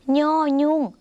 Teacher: ย่อยุ่งเสียงขึ้นจมูกค่ะออกเสียงเหมือนในภาคอีสานและในภาคเหนือของไทย